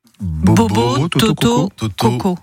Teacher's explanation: vos lèvres, en fait, forment un arrondi plutôt serré, voilà, presque comme on a la bouche en cul du poule. · Term: O dit fermé